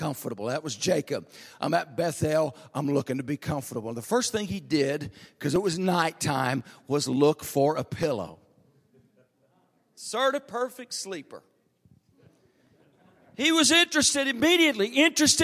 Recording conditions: large echoing room